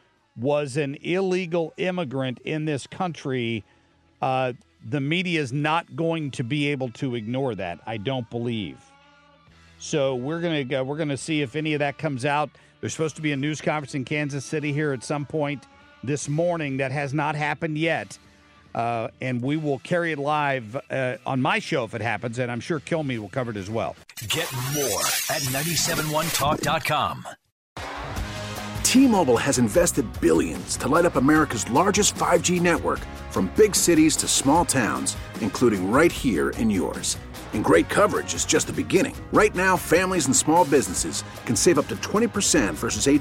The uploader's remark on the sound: reports live from the Southern Border